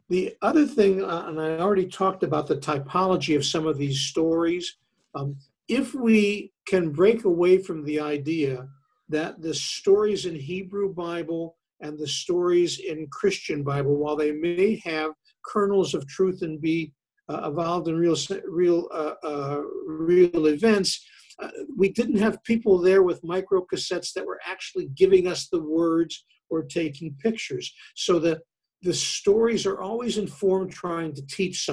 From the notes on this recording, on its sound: Interfaith Zoom Class. Zoom lecture.